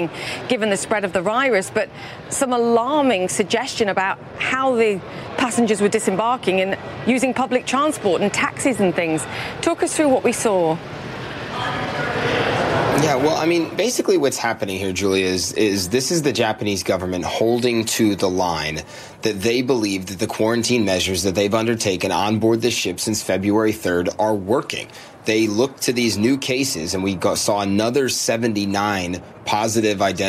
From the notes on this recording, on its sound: live from the New York Stock Exchange